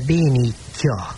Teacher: Visszajön a nyomorult mély magánhangzó